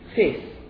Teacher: a speaker of Northern accents, Lancaster, for example, in Lancashire, would not actually say face, which includes a diphthong, but would actually say fist.